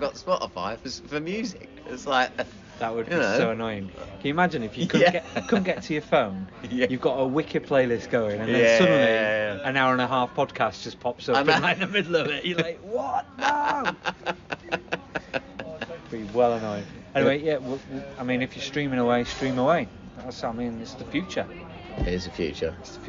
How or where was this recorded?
busy venue